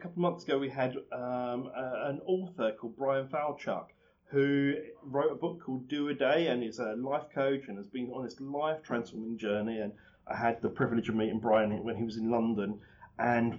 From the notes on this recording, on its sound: the audio quality is not super top-notch